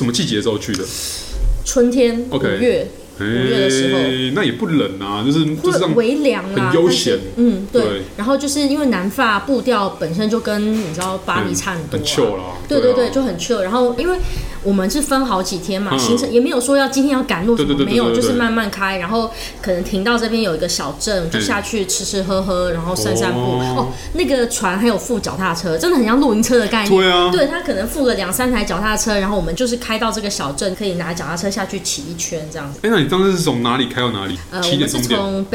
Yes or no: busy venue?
yes